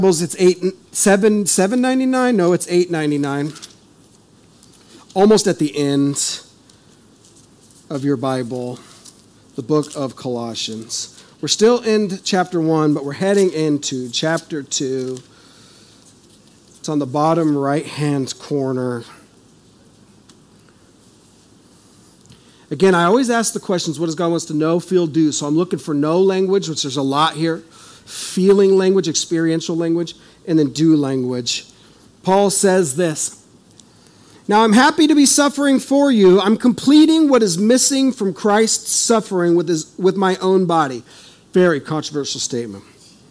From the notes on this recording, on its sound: This is audio ripped from the Live Service video.